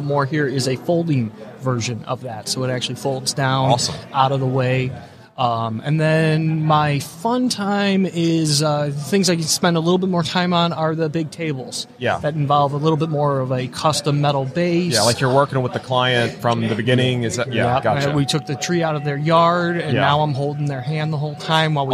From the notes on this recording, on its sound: LIVE from WORKBENCHcon 2022.